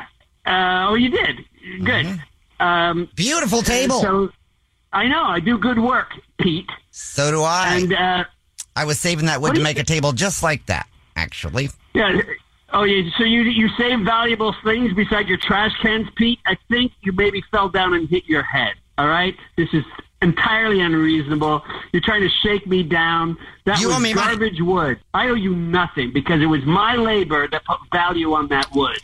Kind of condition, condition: link, phone line